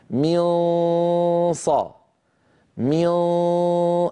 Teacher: أغلب الصوت من الخيشوم وقليل منه يمر عن طريق الفم · طرف اللسان الآن موجود على أسفل الصفحة الداخلية للثنايا السفلى اللي هو مخرج الصاد، مهيئ على مخرج الصاد، لكن ما نطق صادا. · Term: الإخفاء